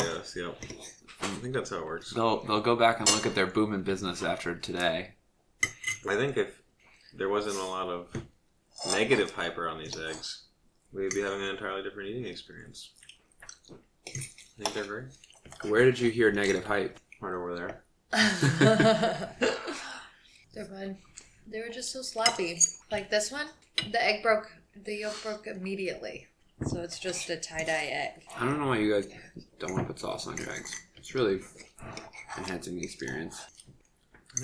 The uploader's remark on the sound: Trigger warning: LOTS OF SILVERWARE NOISES